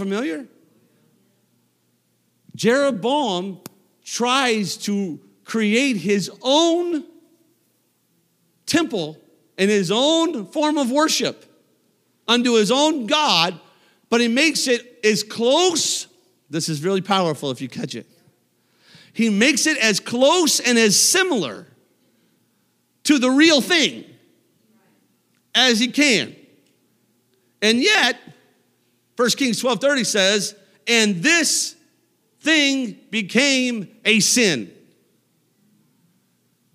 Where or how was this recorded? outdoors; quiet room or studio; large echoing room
large echoing room